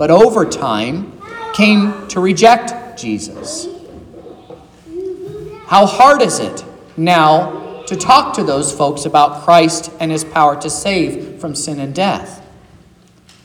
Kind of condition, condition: setting, large echoing room